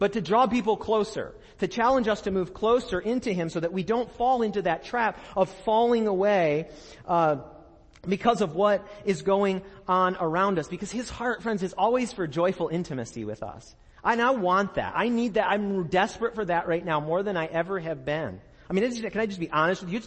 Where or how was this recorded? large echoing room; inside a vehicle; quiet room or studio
large echoing room